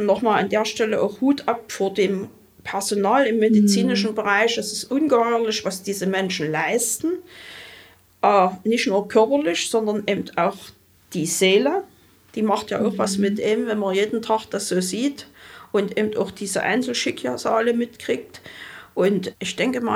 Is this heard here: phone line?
no